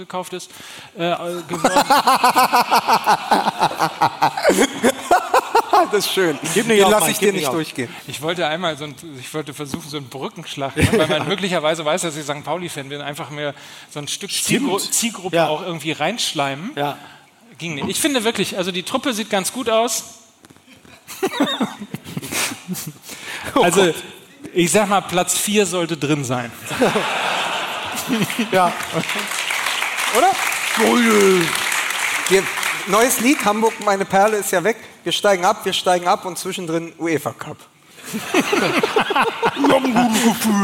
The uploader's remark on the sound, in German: Und am Ende stehen drei Typen auf der Bühne und können ihr Glück kaum fassen. Wir waren in Hamburg, vor Publikum und durften endlich in jene Gesichter schauen, die uns sonst nur vom Hören kennen.